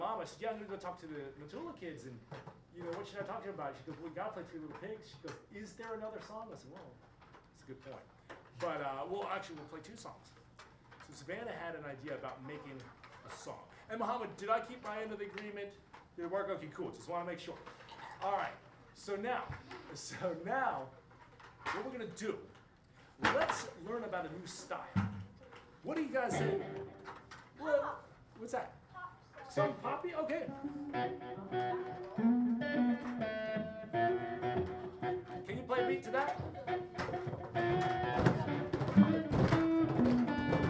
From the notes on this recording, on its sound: Recorded live at the 5th grade music class at Matula Elementary. It's the bucket drum orchestra.